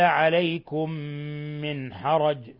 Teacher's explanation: ميم ساكنة أضغمت في الميم متحرك التي تليها بما يسمى إضغام مثلين صغير. ثم نون ساكنة جاء بعد الحاء إظهار حلقي، إظهار حلقي من حرج.